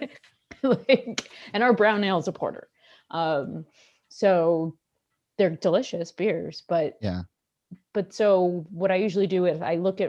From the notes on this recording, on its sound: Zoom into the show